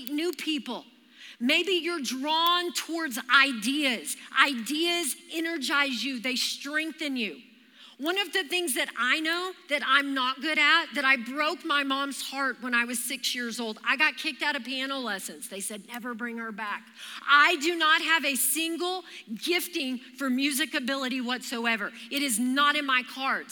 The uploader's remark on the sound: Recorded live during our Wednesday night service